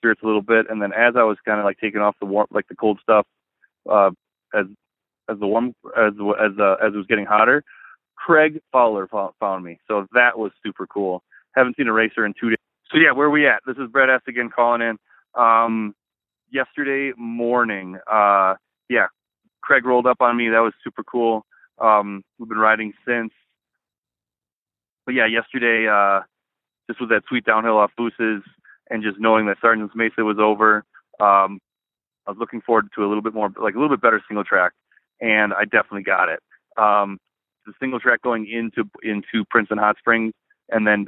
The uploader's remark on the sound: called in from Leadville!